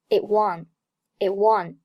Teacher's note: it 和 one 连在一起，爆破音 t 失去爆破